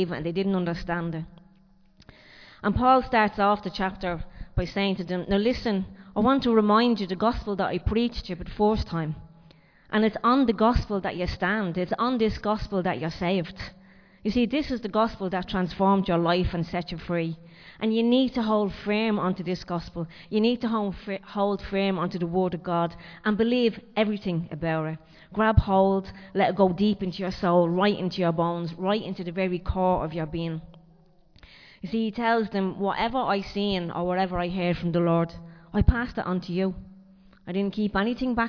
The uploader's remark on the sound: Recorded live in Liberty Church on 30 April 2023